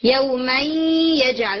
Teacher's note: it's partial गुन्ना, partial इदगाम, यानी incomplete इदगाम है